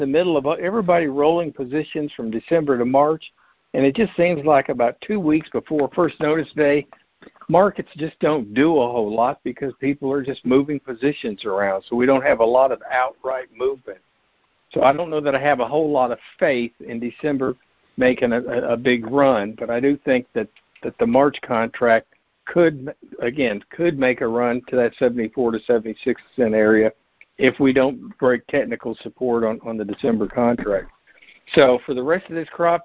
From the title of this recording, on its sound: Monthly Conference Call